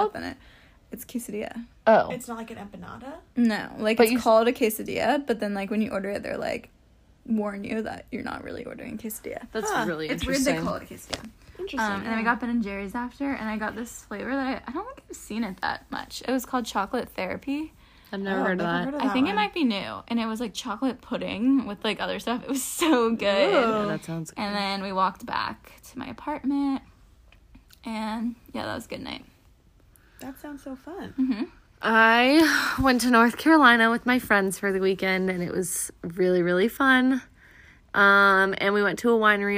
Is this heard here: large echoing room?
no